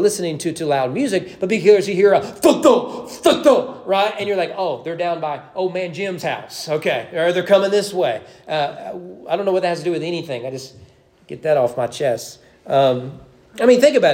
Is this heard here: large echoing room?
yes